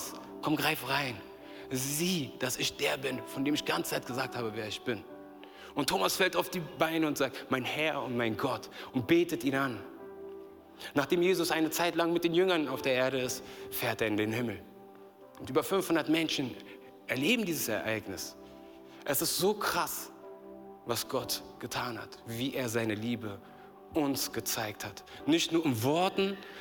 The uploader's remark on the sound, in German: aus unserem Gottesdienst